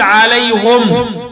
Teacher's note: فحمزة يضم الهاء في عليهم وإليهم ولديهم فيقف يقول عليهم، وأما الكسائي فيقف يقول عليهم.